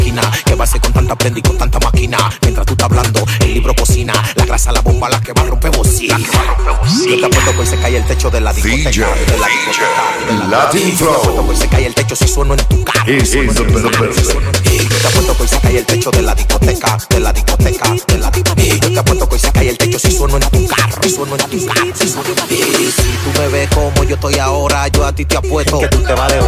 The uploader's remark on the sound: LIVE FROM THE CLUB